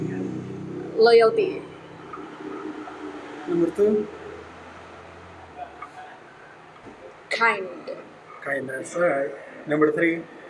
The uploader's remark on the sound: Recorded live on a cafe so im so sorry about the quality.